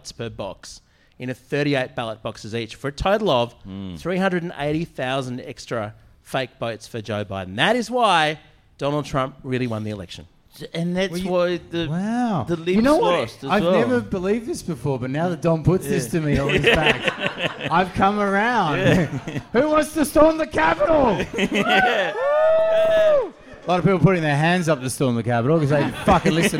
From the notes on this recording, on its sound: LIVE from the Pub!